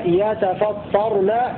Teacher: وقرأ باقي القراء بتاء مفتوحة وطاء مفتوحة مشددة يتفطرن مع تخفيف الراء.